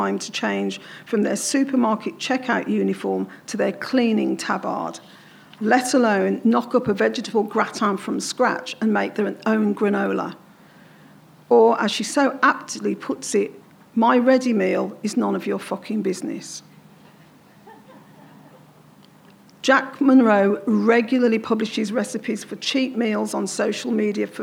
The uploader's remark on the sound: presenting the lecture in the beautiful environs of the Spiegeltent